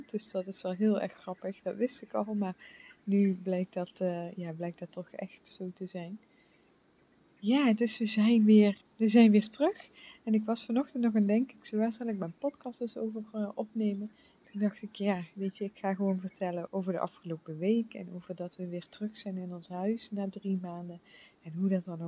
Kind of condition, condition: setting, outdoors